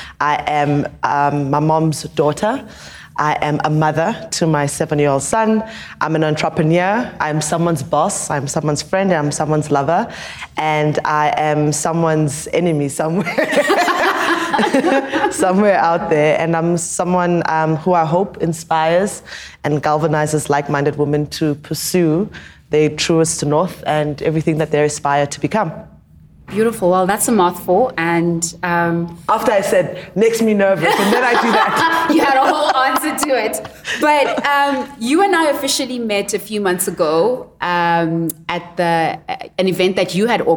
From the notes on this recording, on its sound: Introducing South Africa’s only podcast recorded at a beauty salon…where real conversations happen over a manicure and pedicure.